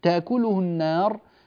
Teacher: عندما نقف نفخم الراء